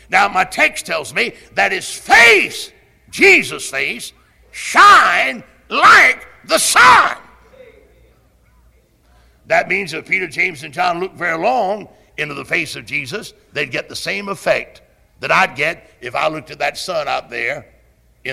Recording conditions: large echoing room